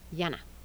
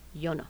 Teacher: And nasal tap allophone of N